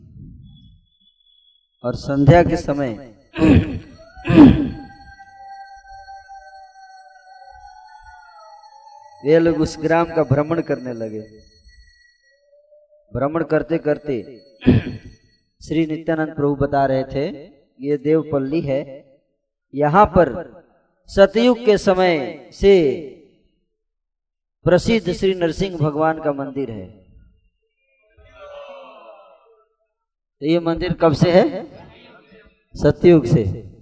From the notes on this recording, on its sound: Occasion : Mayapur Yatra 2020. Audience : Camp devotees.